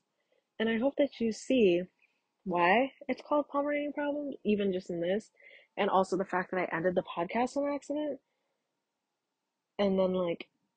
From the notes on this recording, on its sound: Please be gentle about my amazing audio quality and nervousness.